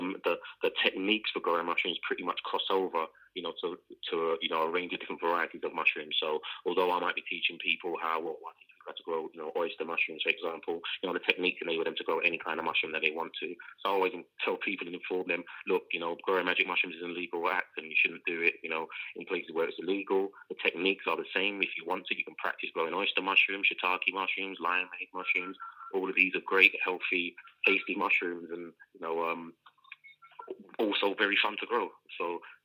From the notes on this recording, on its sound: joined live on the line from Amsterdam